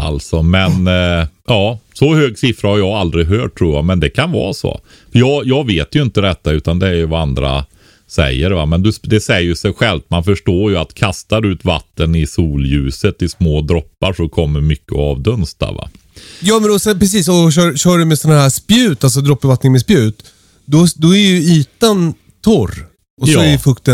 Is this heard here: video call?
no